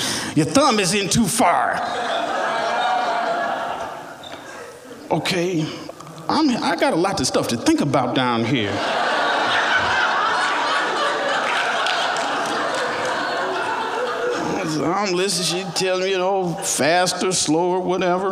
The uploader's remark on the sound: Recorded at The Alberta Rose Theatre in Portland, OR on August 8, 2015.